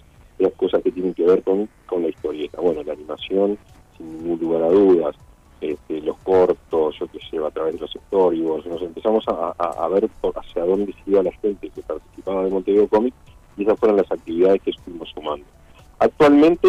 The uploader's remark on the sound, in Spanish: En la charla telefónica